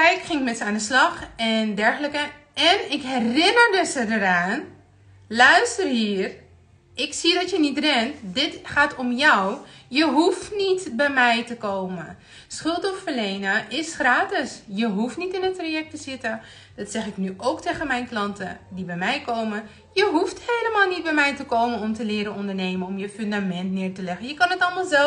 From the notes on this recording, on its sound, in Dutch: Hierbij de opname van mijn Instagram live.